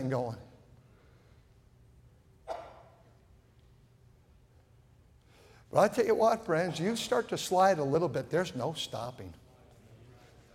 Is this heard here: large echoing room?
yes